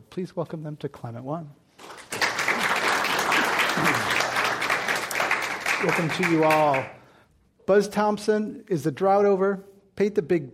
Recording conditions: live audience